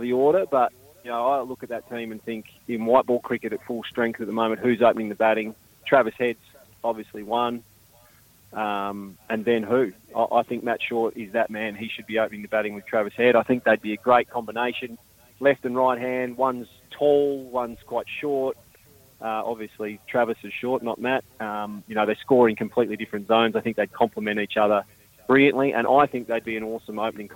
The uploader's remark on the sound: calling in from parts unknown